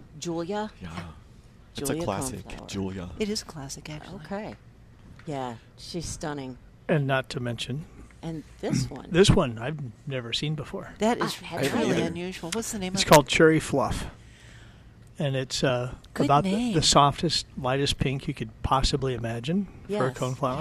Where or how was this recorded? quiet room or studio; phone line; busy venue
busy venue